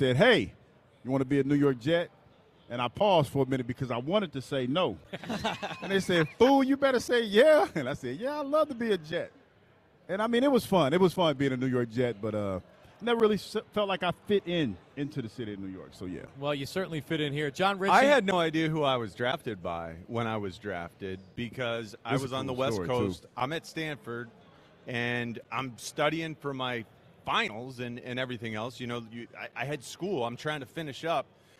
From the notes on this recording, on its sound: broadcast live from the Linc.